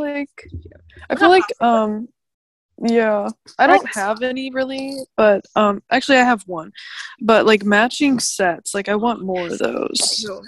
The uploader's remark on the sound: Via zoom.